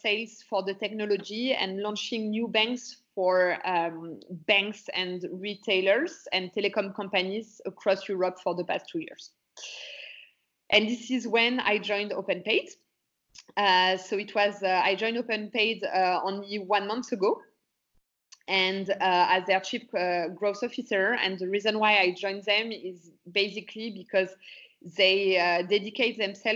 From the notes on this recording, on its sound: is joined over Skype